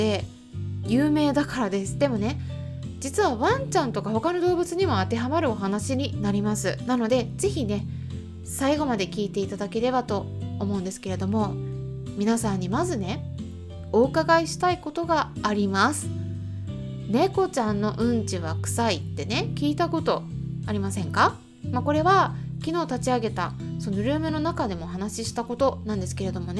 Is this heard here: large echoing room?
no